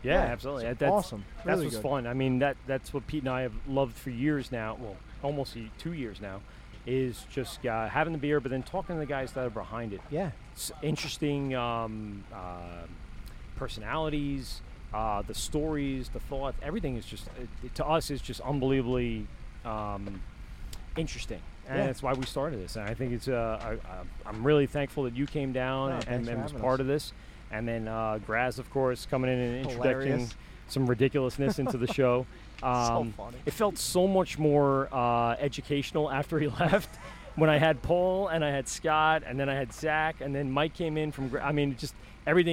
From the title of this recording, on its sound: LIVE at the LI Craft Classic 2019